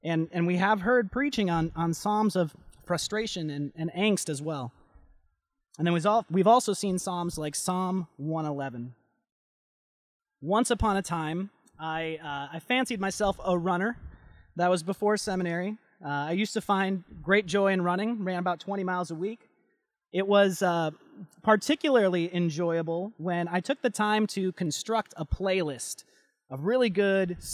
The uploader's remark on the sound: Delivered Sunday, August 9, 2020 at Woodridge Community Church (New Berlin, WI).